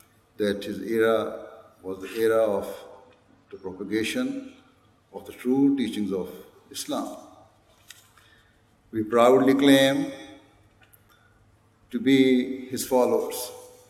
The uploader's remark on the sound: Address at National Ijtema 2019 of the Ahmadiyya Muslim Women Association UK